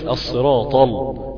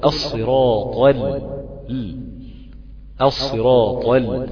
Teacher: انك انتقلت من الطاء المفخمة على اللام المرققة · Shown in: second take · يبقى لازم تبين تفخيم هذه وترقيق هذا، يعني ما تقولش الصراط طل تقول الصراط ال الصراط ال. · Term: التفخيم والترقيق